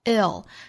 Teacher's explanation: 包含的是短音松音的 i 和舌侧音 l 的组合，读成 ill